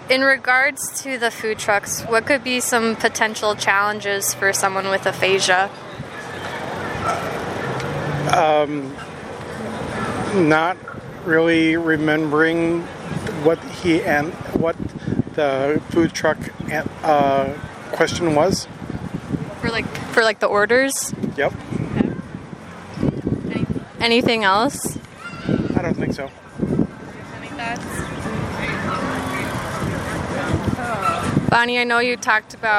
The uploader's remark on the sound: They also record live from Food Truck Friday in Eau Claire.